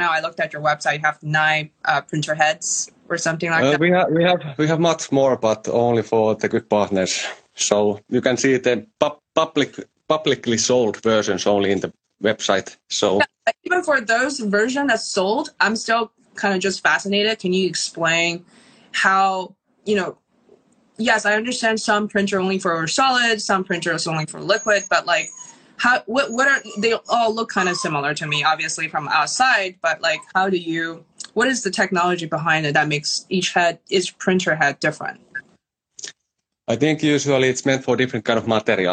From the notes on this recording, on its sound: on Instagram Live